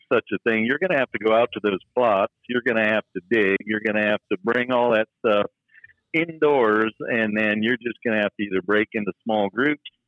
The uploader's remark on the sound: a phone call